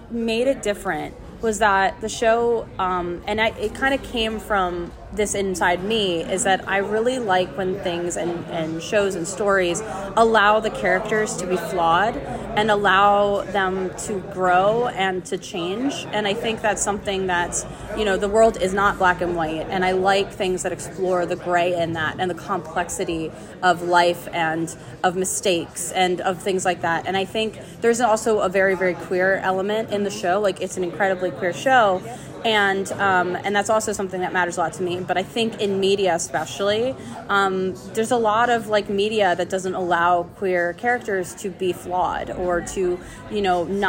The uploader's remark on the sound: With Us At NYCC!